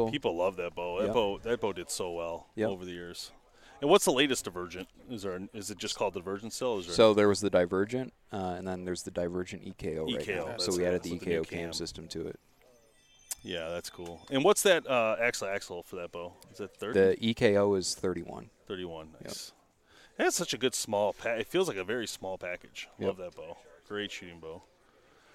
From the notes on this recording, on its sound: LIVE SPECIAL EDITION from the Total Archery Challenge in Boyne mountain Michigan. LIVE SPECIAL EDITION from the Total Archery Challenge in Boyne mountain Michigan.